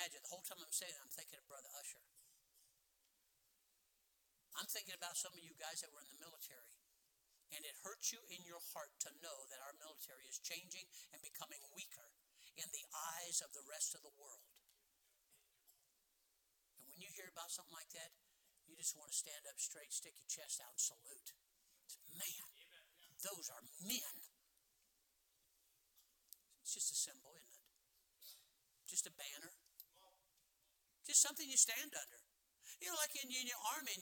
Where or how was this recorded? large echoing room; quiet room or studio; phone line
large echoing room